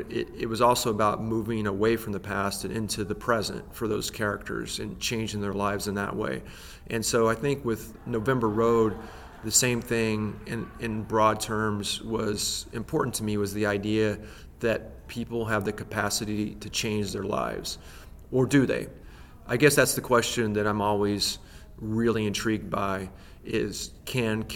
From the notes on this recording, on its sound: at the ALA Annual conference in New Orleans